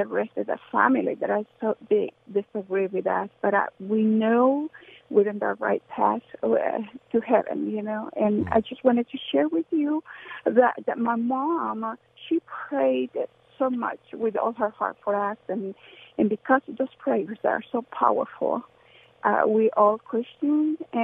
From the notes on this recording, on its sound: Takes calls from listeners who would like to give thanks to their moms for Mother's Day. Open Phone Friday where listeners can call in on any topic.